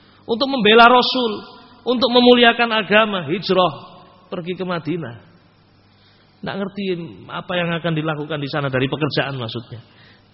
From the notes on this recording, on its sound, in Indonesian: Rec Audio Rekaman Tausiyah ba'da shubuh. Dari Masjid Ibnu Taimiyyah Sanggrahan, Grogol , Sukoharjo. File Audio 32kbps.